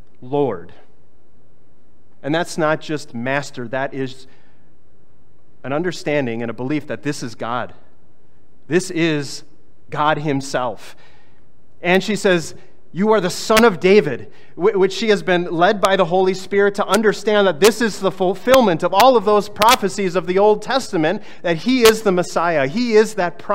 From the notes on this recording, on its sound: Was preached on August 20, 2023.